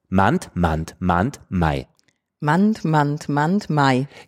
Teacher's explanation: man muss wirklich dieses A noch unten behalten und nicht schon irgendwie so auf halbem Weg raufziehen.